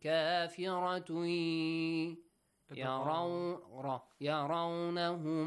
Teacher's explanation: next word starts with ya, merge it